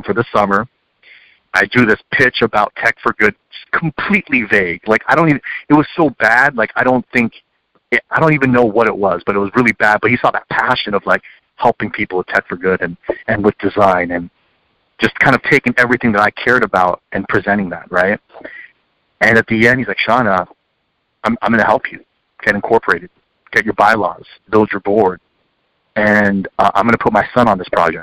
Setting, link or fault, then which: link, phone line